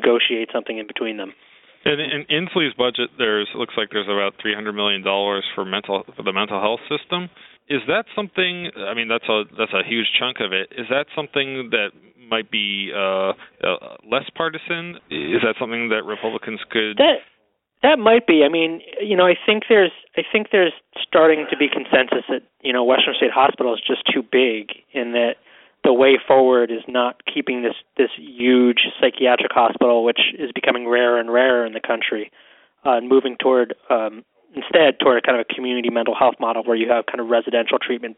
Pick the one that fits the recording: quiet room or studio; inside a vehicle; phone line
phone line